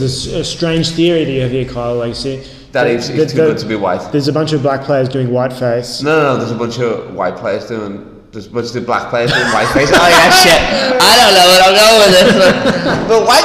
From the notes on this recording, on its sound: we live from his new warehouse in Sydney!